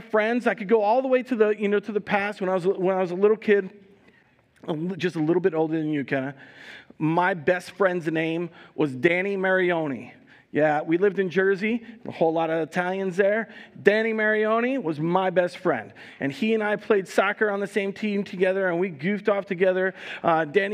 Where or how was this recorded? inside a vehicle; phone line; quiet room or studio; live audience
live audience